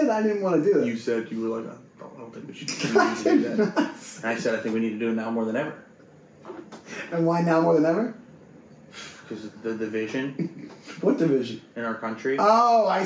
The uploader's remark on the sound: Some sound issues